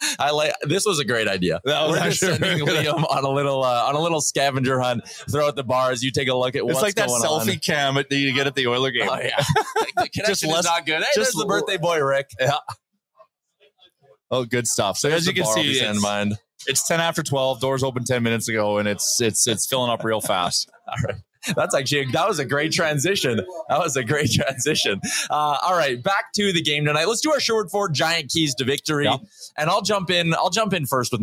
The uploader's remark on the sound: Live from The Nation Network 15th Birthday Party. Will be live from The Pint Downtown for the Nation Network 15th Birthday Party.